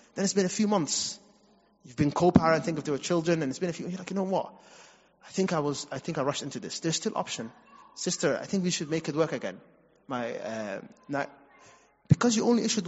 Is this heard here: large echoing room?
yes